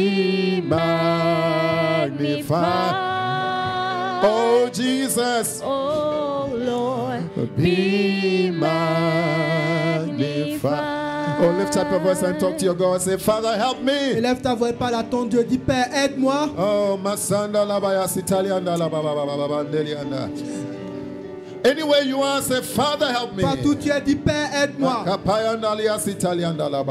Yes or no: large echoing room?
yes